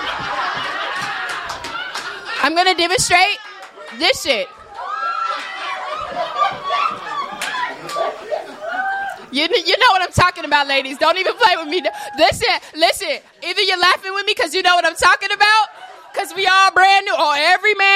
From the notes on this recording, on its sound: LIVE from Soho House Chicago. In a special live edition of the Cornerstore.